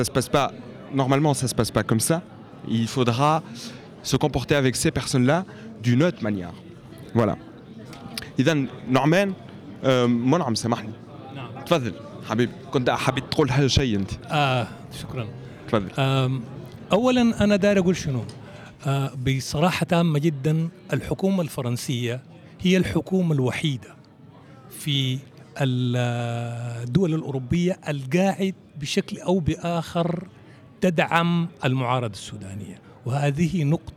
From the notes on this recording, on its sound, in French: 1er plateau enregistré en public au Point Ephémère (Paris) lors de l'exposition Cartographie du non-accueil.